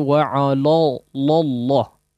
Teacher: 'Ala la fathah jelas sempurna fathah dan tipis.